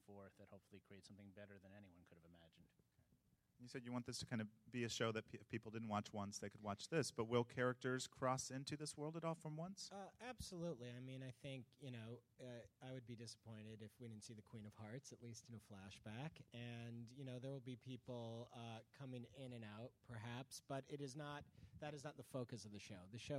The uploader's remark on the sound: Recorded at ATX Television Festival. Recorded at the Alamo Drafthouse in Austin, TX.